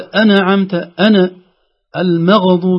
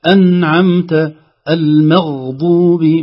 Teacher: النون في أنعمت والغين في المغضوب كلاهما ساكن ولكن ليس في قلقلة · Shown in: second take